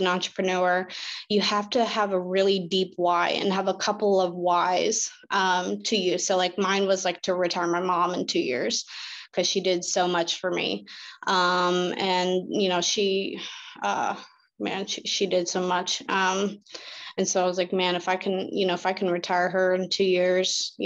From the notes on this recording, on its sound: Investors Gallery is a live Zoom open to the public